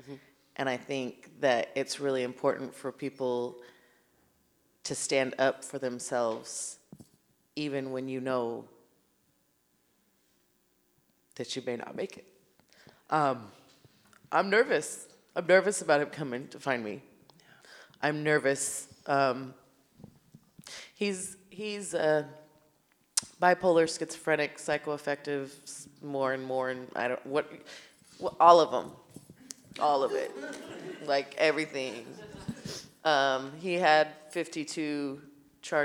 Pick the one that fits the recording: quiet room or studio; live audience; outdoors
live audience